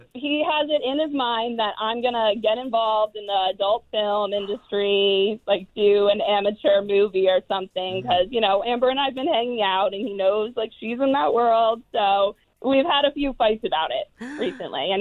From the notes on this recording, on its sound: we had some cougars call